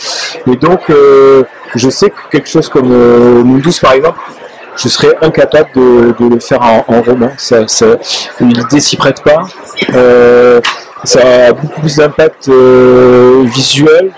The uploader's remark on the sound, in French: Festival International de la BD d’Angoulême 2023. Au Festival de la BD d’Angoulême sur la stand de 404 comics cette année.